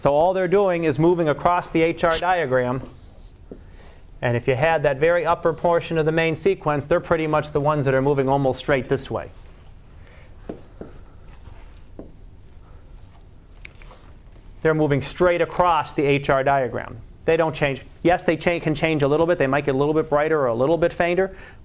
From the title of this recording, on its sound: Live Class Lecture